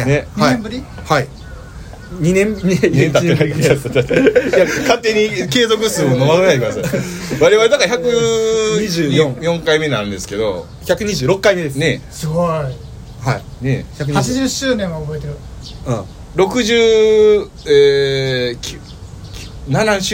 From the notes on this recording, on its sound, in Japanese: 今回のアカイダダリオは天王寺公園からロケ録音をしております。